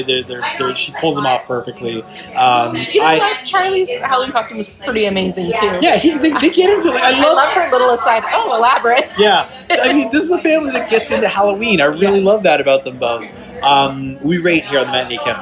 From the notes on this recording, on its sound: What, for instance, would The Matineecast be if it was recorded out in the wild? If I traded in my Skype connections and afternoons in cozy condo confines for something more chaotic. What would The Matineecast be if it was recorded hours or even minutes after my guest and I watched the film? What if we just sat down, tapped record, and let fly?